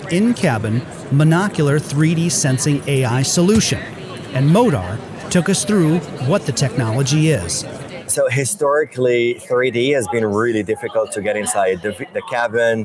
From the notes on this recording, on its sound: Live from the Autoworld Museum in Brussels, Belgium. At AutoSens and InCabin.